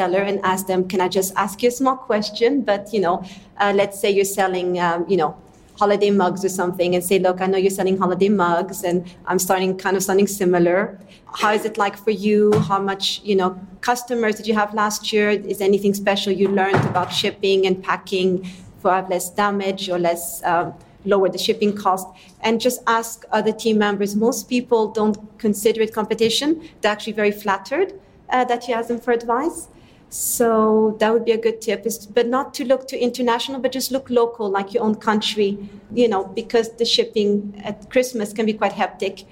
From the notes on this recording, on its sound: Three European Team Captains take the stage. Recorded live at Etsy’s European Captains’ Summit in Warsaw, Poland.